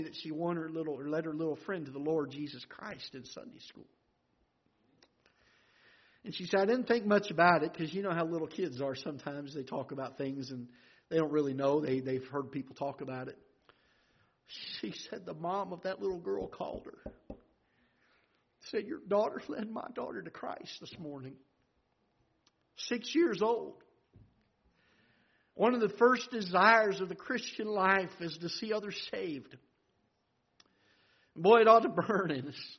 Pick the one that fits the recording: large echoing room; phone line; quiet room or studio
large echoing room